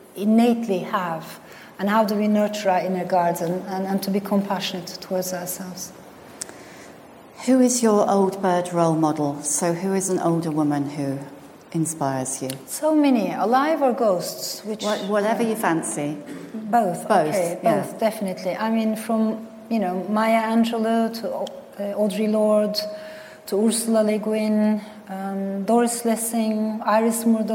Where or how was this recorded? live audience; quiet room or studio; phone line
live audience